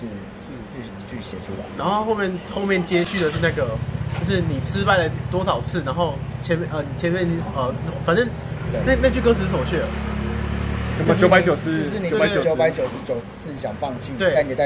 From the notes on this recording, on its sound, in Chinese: 錄音地點：台南 牽咖啡